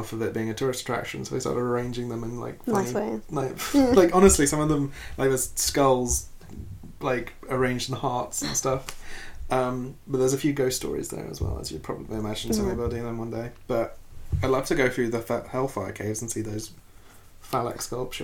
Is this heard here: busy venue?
no